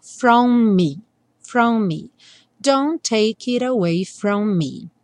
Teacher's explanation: é só lembrar que os dois M's vão soar um só